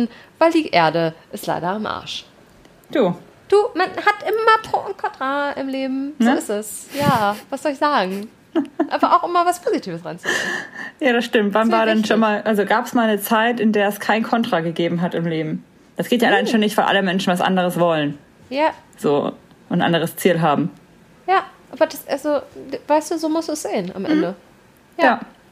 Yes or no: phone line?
no